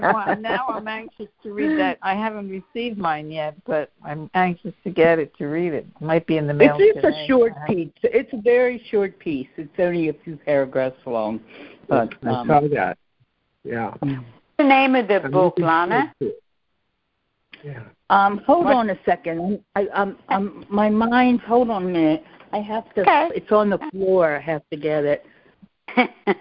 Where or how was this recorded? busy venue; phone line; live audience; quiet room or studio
phone line